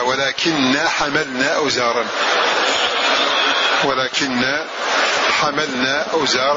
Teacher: الباقون قرأوا فتح الحاء والميم وتخفيفها